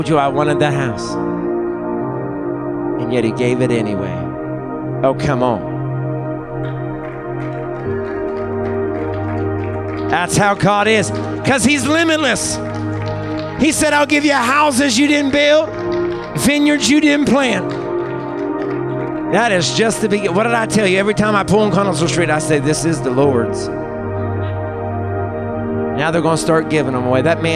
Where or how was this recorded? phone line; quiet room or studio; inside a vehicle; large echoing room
large echoing room